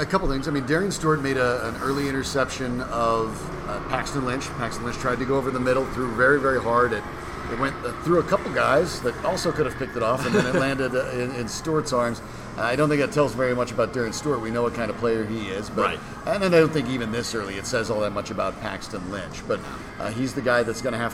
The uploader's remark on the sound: Recorded live at FanDraught in Parker, Colorado.